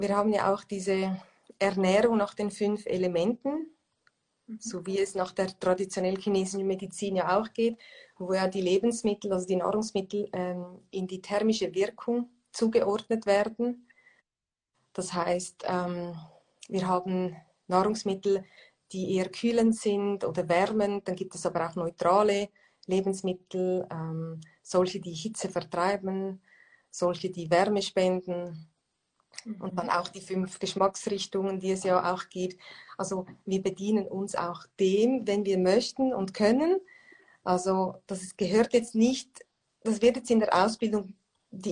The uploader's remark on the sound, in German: Letzte Woche habe ich ein Instagram live geführt